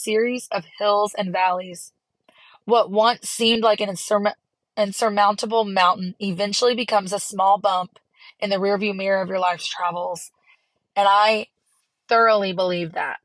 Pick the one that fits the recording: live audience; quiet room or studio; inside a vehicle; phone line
inside a vehicle